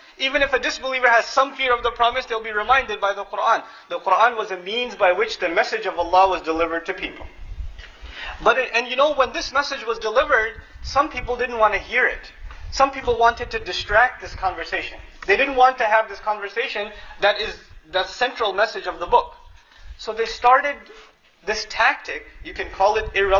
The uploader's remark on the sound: Khutbah courtesy of Qabeelat Wedad and Masjid Annur in Sacramento, CA. Khutbah delivered on September 18, 2009 in Sacramento.